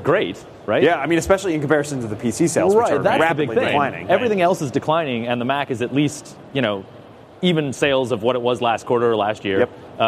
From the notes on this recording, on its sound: Recorded live on March 28, 2014 at Macworld/iWorld 2014 in San Francisco, CA.